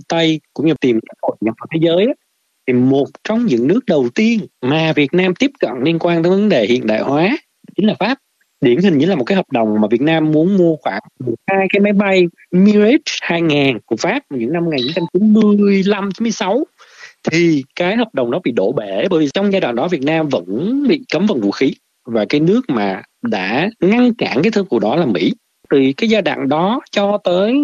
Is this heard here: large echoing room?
no